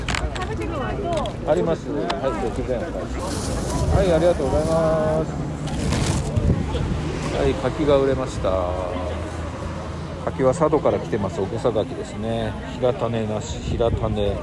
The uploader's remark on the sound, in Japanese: 石山朝市に出店！現場よりお送りします